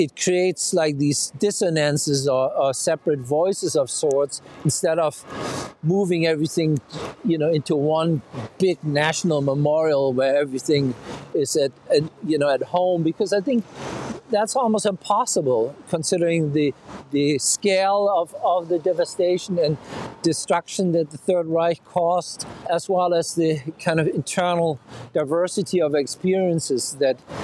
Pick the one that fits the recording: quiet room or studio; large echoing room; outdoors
outdoors